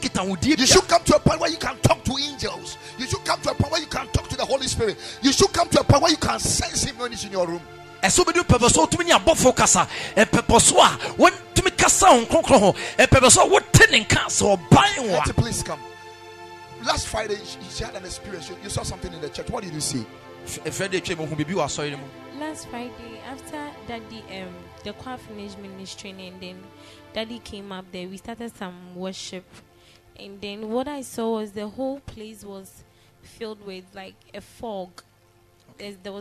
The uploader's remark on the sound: Preached at Ekklesia Chapel.